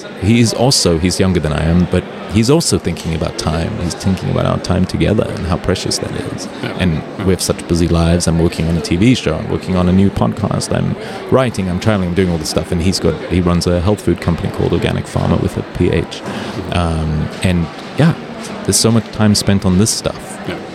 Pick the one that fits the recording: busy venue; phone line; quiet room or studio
busy venue